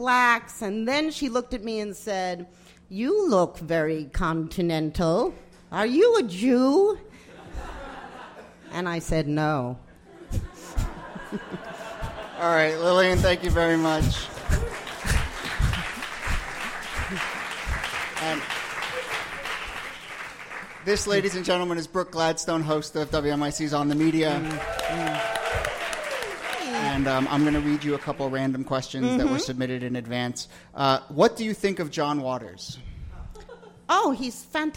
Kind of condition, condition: setting, live audience